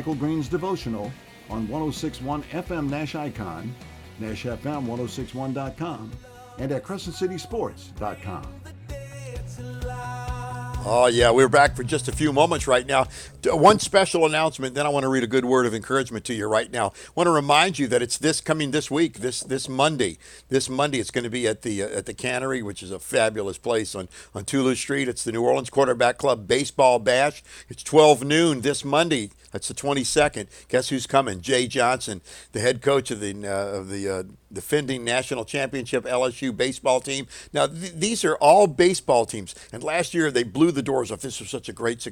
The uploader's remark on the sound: live on location at the Allstate prep basketball classic